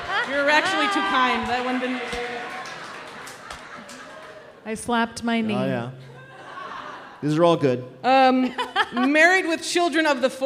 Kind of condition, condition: setting, live audience